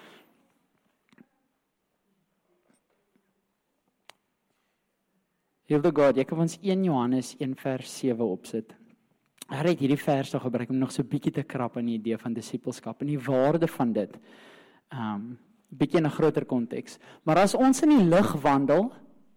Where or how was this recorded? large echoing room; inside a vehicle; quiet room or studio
large echoing room